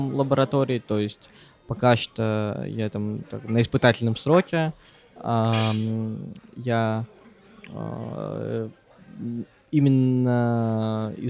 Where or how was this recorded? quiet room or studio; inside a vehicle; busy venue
busy venue